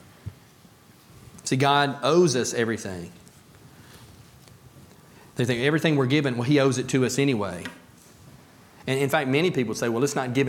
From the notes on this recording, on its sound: A message about being thankful from the Pulpit of Beaver Baptist Church in Brighton, Tn.